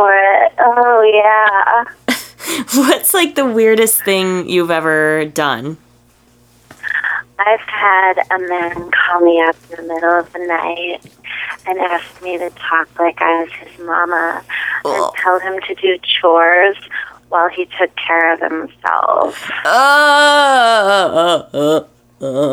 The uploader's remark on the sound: A Sexy Phone Call